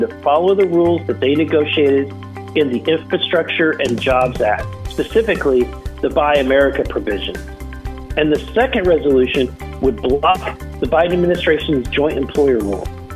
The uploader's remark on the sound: called in from Washington DC this past week